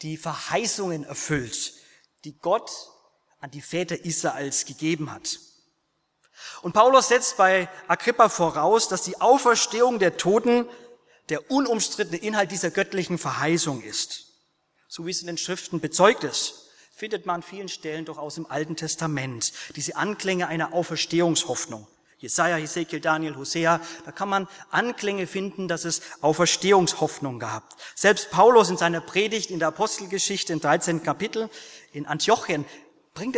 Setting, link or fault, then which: setting, large echoing room